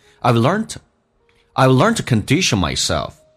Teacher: I've learned to 说成 t 加个 a，甚至直接发成一个 t 就可以